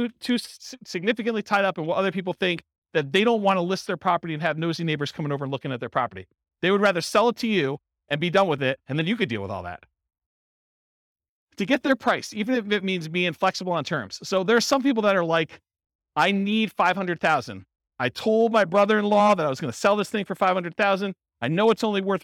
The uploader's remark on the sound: This was a live class recorded